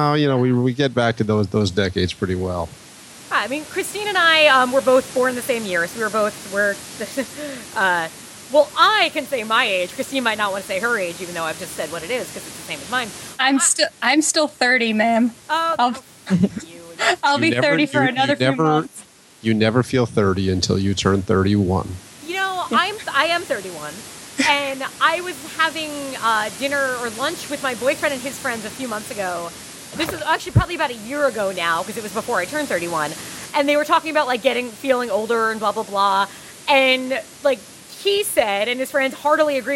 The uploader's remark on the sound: We’re riding at you fast this week with a little bit of audio static